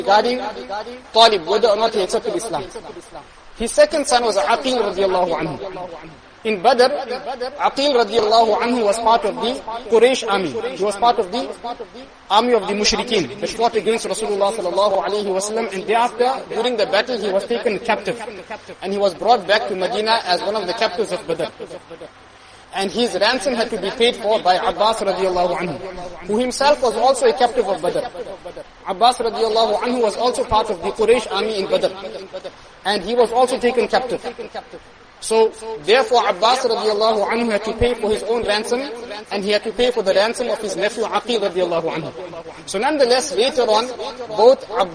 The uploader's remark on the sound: Jumuah lecture